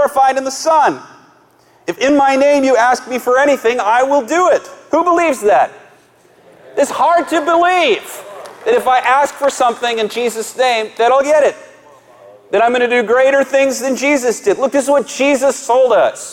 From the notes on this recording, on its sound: live message from the Kingdom Men's Gathering